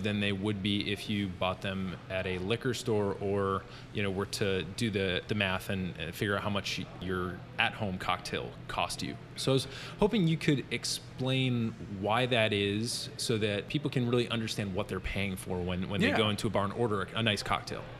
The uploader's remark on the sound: This interview was recorded at a really cool spot called Rustico in Ballston, just across the river from DC, so please enjoy the audio verite that comes from recording on-location. This interview was recorded at a really cool spot called Rustico in Ballston, just across the river from DC, so please enjoy the audio verite that comes from recording on-location.